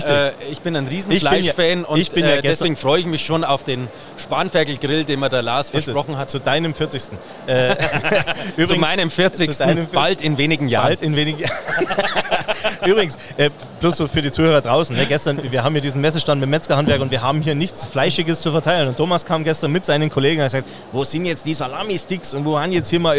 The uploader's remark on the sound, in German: Im Rahmen der Hoga-Messe in Nürnberg